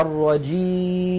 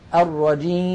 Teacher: سددت الأنف الآن ولم يتغير الصوت، فنطقنا كان بياء صحيحة خالية من الغنة · Shown in: first take